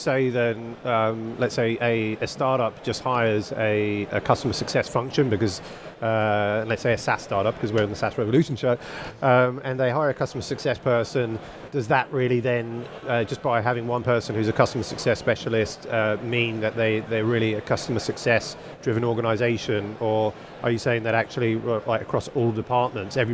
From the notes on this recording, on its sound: On the SaaS Revolution Show, live from Slush 2019.